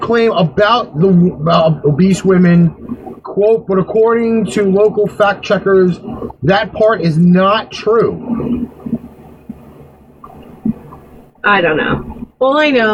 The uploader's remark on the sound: TECHNICAL DIFFICULTIES!!!!!